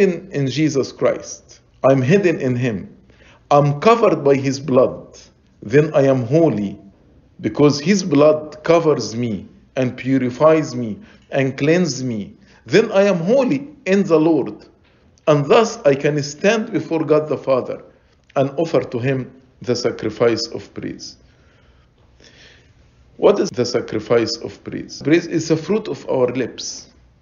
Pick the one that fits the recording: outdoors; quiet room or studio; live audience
live audience